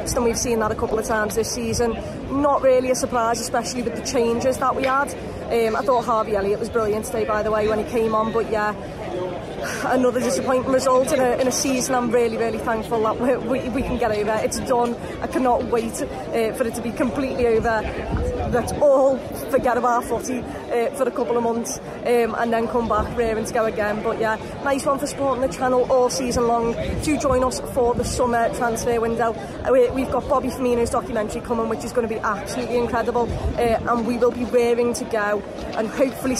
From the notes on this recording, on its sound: St Mary’s Stadium Reaction. Here at St Mary's Stadium.